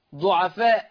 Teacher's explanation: ضعفاء مد متصل مقداره الإشباع قولا واحدا